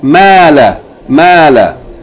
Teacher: both letters, meme and lam, have the fatha sound. But the first one is elongated and the second one is not. · Term: long and short